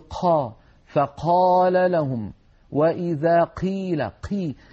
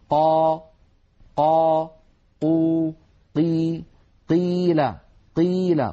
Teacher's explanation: لا نجعل هواء يتدفق مع صوت القاف · Shown in: second take · Term: حرف مجهور